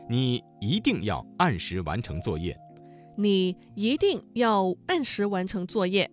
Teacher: 走。晋祠有三绝，就是南老泉、宋塑仕女像和奏柏。我们现在去看一下宋塑仕女像。这边呢是献殿，这个是个金代的建筑。对，它也是晋祠的三大国宝建筑之一。这个桥叫鱼沼飞梁。它最早的时候在北魏郦道元的《水经注》中呢就有记载：早期稽山整水，有塘苏于祠，随侧有梁塘，结飞梁于水上。所以这个桥在1500年前就有，是我国立交桥的雏形。还有就是正母殿，是我国宋代建筑的一个代表作。在刚才的节目当中，我们听到了很多读音发生了语流音变的字，接下来我们一起来举例几个词语，继续来了解语流音变的知识。一定这个词当中的一在四声之前，它的读音就变成了二声